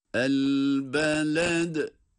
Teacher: el beled kelimesinde de dal harfi kalkale ile okunmakta.